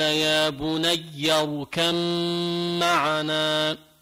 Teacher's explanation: كذلك اركم معنا، هي شو أصلها؟ اركب، اركب معنا، باء بعدها ميم، والباء والميم مخرج واحد. فبالقرآن حتى عند حفص أثناء القراءة منقول قال يا بني اركم معنا، ما بقى بقول اركب معنا، هذا معنات القراءة بدها تلقي.